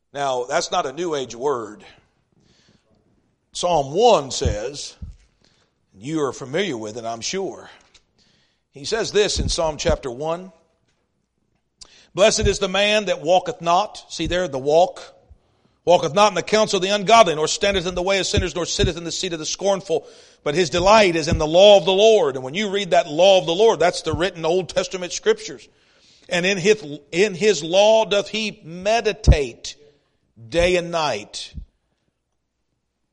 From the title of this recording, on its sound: East River Baptist Church Revival Service